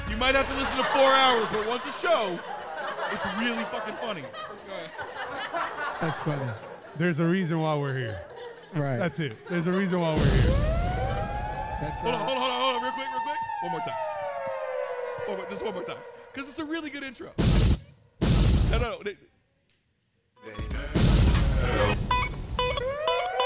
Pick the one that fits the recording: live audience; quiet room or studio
live audience